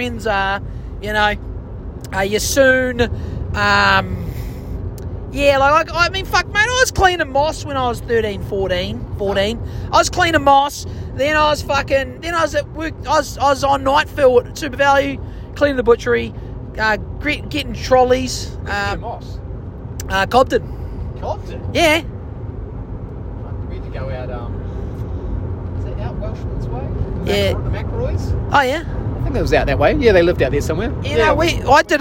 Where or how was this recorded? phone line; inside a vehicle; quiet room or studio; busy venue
inside a vehicle